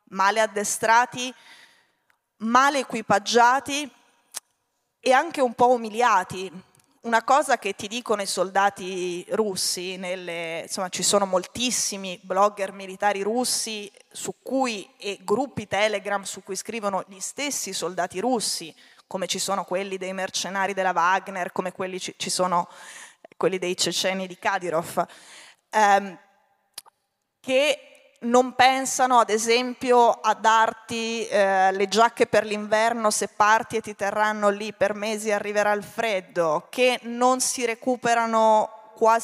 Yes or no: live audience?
yes